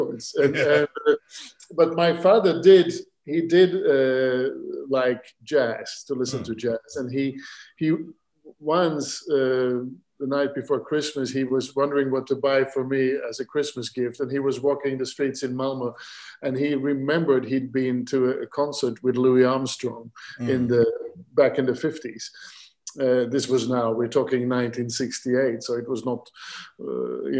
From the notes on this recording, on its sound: This interview was recorded on 26th October 2020 via Zoom.